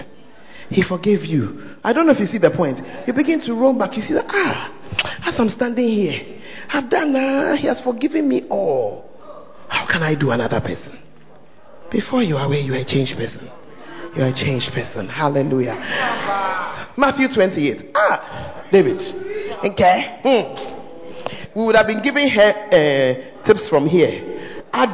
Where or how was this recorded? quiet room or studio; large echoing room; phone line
large echoing room